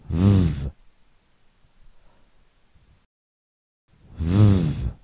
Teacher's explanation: when we say the sound vv, the air flows continuously between our lower lip and our upper teeth. Because the air flows continuously, vv is a continuant consonant. · Also notice how when we say vv, our vocal folds are vibrating.